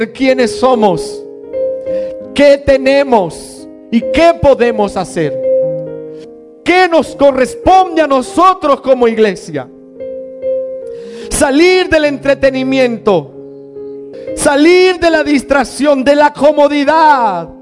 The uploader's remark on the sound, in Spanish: Una enseñanza impartida en Casa de Vida.